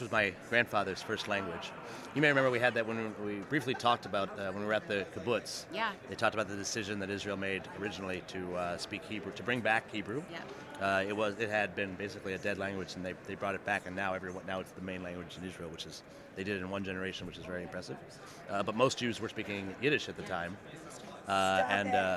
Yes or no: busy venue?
yes